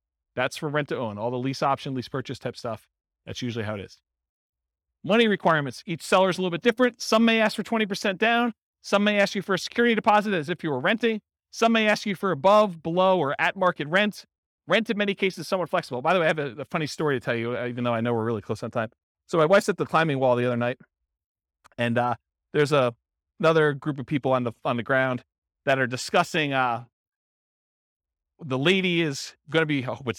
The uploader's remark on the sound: Real estate entrepreneurs in Elk Grove, California. This was a live class recorded. Live in-person version.